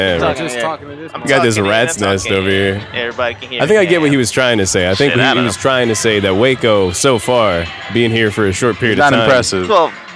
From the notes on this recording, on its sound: Recording live from Dream Con 2019 in Waco Texas. We interviewed a fan and vender at Dream Con.